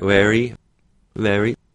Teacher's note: Initial V's are very soft, and to a certain degree, the lower lip and the upper teeth, which normally come together to make a V, are just softened.